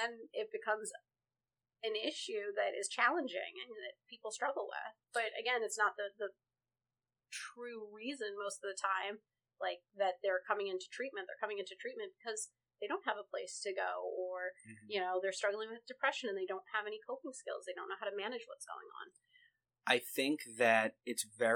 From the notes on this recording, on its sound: Attempting to remaster the first episode. We were using different equipment back then, so obviously the sound will be different.